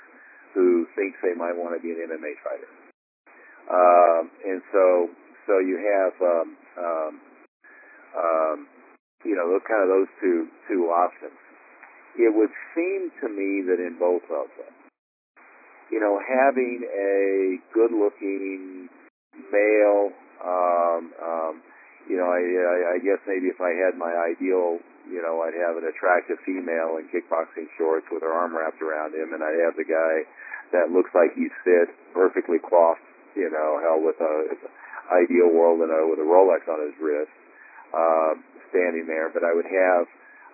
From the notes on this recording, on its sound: Inner Circle Teleconference.